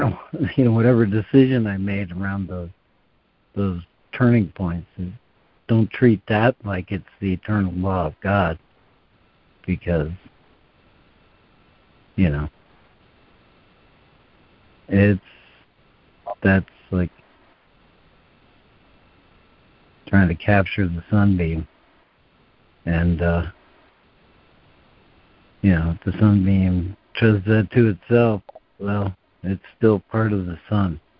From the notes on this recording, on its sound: ACIM Daily Conference Call.